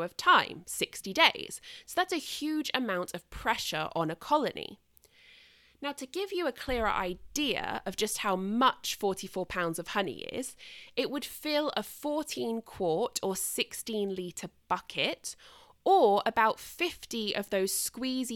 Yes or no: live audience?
no